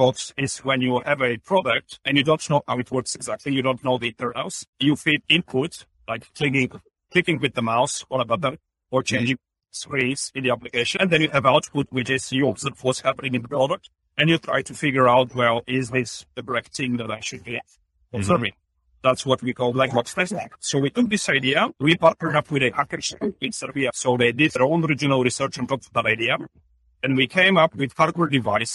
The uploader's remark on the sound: Interview At Collision Conference 2022